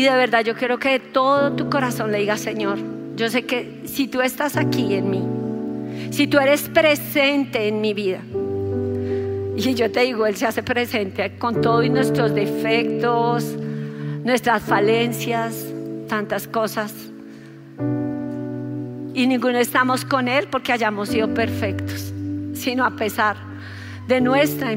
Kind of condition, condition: setting, large echoing room